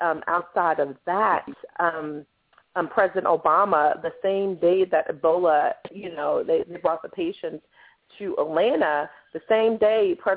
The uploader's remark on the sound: the hosts open up the phone lines